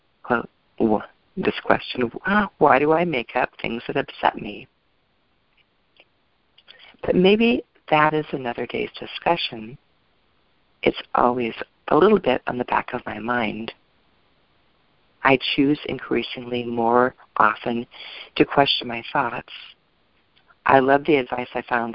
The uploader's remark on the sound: ACIM Daily TEXT Conference Call.